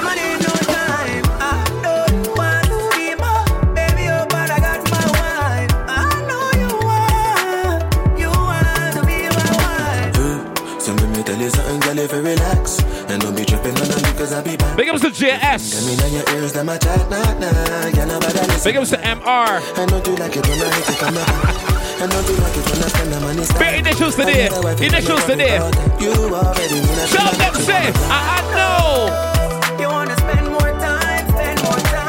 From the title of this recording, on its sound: LE JARDIN DU BELAIR LIVE AUDIO